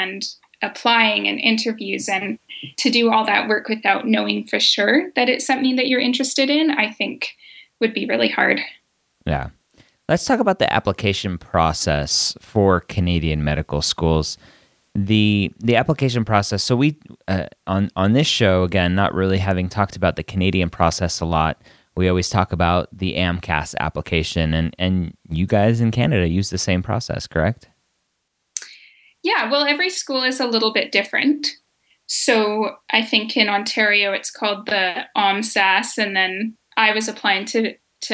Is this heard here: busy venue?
no